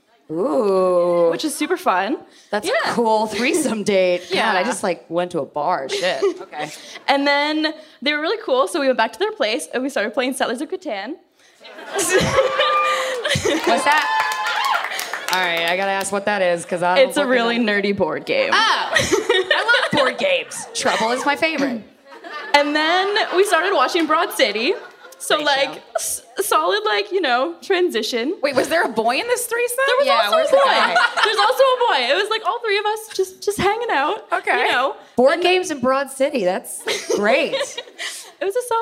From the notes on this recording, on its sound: TODAY'S EPISODE WAS RECORDED LIVE IN FRONT OF A #FUCKER AUDIENCE AT THE JUST FOR LAUGHS FESTIVAL IN MONTREAL, CANADA!